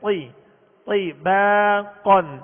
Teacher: طا کے نیچے زیر ہے لہذا طا کو پر پڑھیں گے اور آواز کو گھرا کر طیبا نہیں پڑھیں گے بلکہ طی طی. طا کو پر بھی پڑھیں گے اور ہونٹوں کو گول کیے بغیر